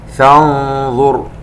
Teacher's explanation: النون عند الظاء إخفاء والغنة مفخمة لأن الظاء من أحرف الاستعلاء